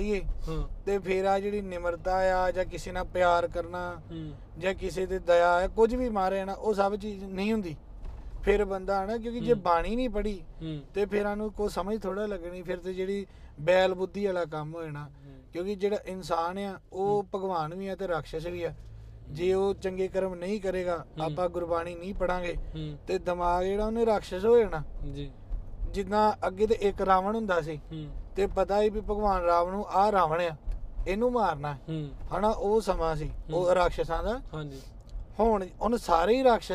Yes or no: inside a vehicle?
yes